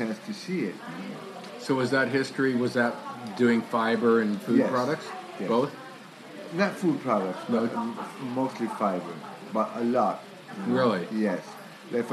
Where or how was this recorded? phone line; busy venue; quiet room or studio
busy venue